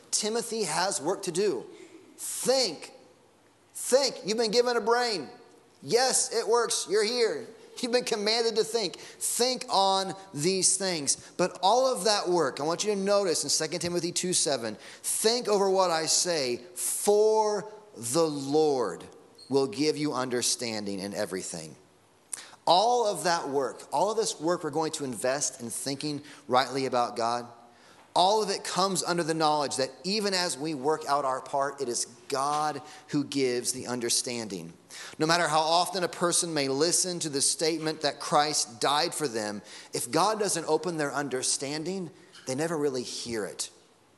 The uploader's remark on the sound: Sunday Morning Sermon Audio